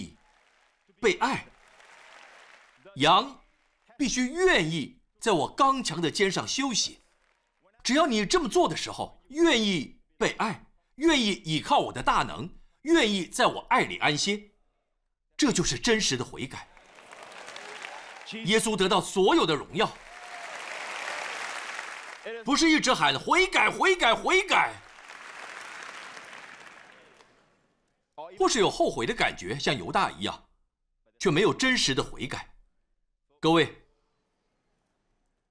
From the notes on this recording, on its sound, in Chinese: 湖木教会现场实录